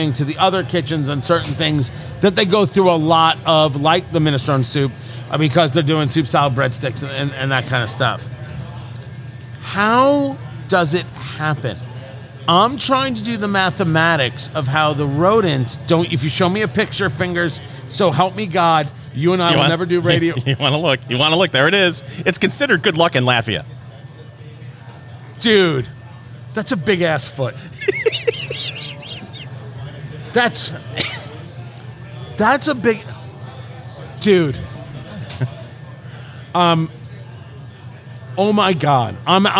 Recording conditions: busy venue